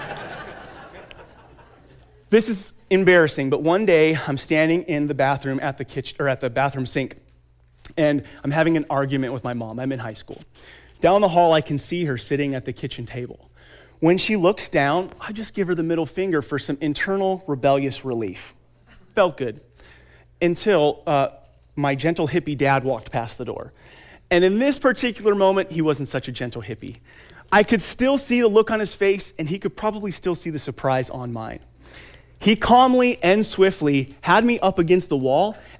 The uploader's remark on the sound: Conference excerpt taken from Ted talk "Fatherhood can change the world".